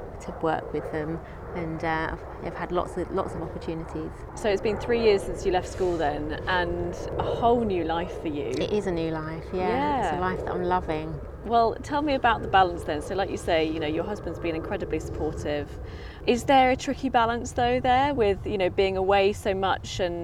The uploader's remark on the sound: Took me to a beautiful park just minutes from her home in London, and we recorded the episode sitting on the grass within sight of a herd of fallow deer. There’s also a minute of the sounds of nature for a little bit of escapism in your busy day.